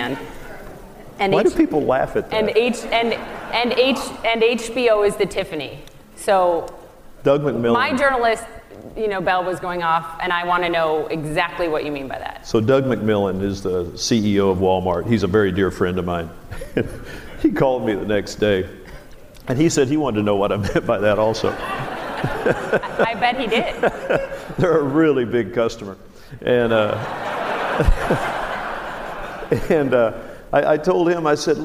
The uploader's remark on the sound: This interview was recorded live at The Relevance Conference in Santa Barbara.